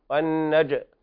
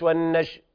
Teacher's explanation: وسط اللسان فيه الجيم، يحصل لها تاتش أو احتكاك خفيف مع سقف الحنك · Shown in: first take · والنجم يعني ما تقولش والنج كده، شربت بالشين وهذا خطأ.